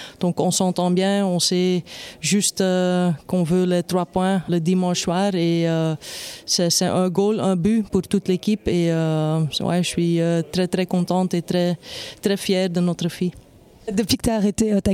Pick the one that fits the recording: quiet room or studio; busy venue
busy venue